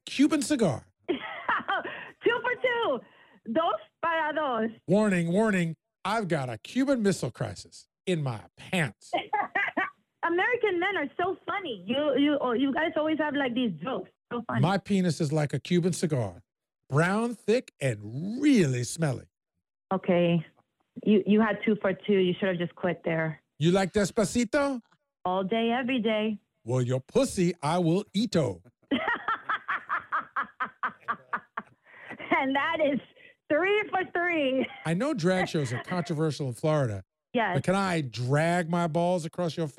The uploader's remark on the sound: New Miami Phony Phone Call